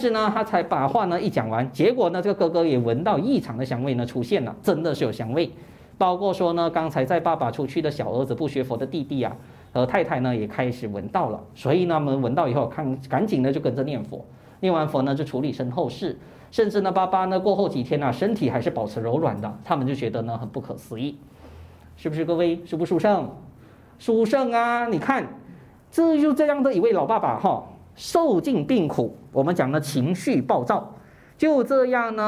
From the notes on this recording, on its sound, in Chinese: 2023清明开示【现场录影】。